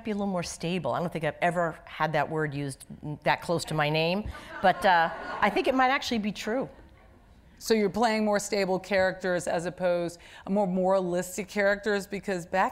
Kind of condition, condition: setting, live audience